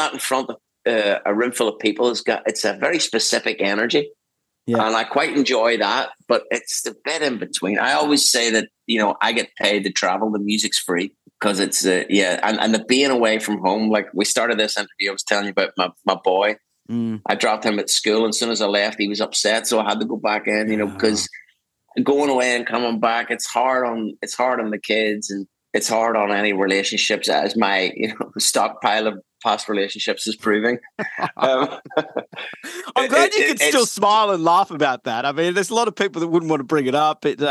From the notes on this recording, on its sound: We ZOOM to Ireland this week